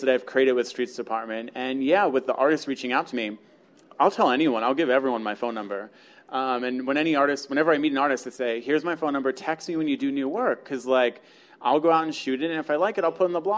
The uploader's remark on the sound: Artblog's very first live podcast recording took place June 20 at the amazing Tattooed Mom on South Street